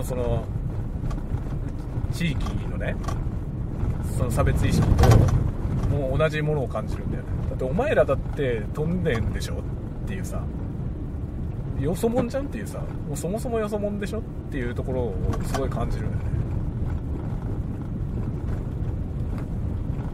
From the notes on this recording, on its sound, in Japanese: ドライブ雑談。仕事の講演に行く道中、車を運転しながら雑談する車内収録です。使用マイク：TASCAM X6。